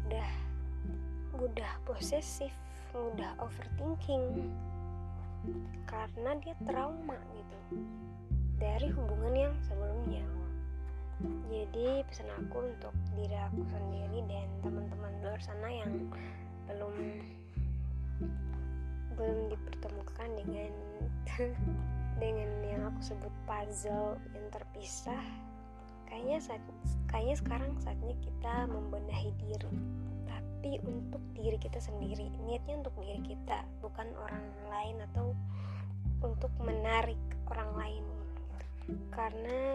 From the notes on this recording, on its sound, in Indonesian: sedikit ada noise suara ya